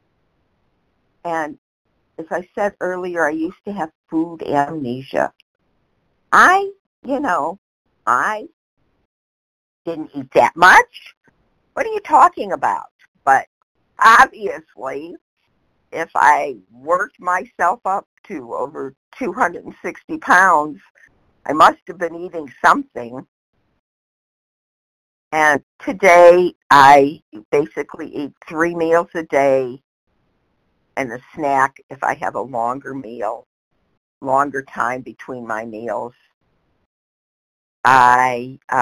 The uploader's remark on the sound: 100 Pounders Phone Meeting